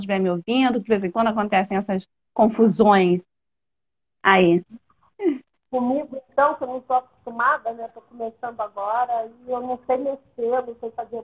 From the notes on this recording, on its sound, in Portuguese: Áudio da Live feita no Instagram